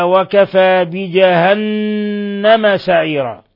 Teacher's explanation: قوله تعالى وكفى بجهنم سعيرا، حرف غن مشدد، النون مشددة، بجهنم تغن مقدار حركتين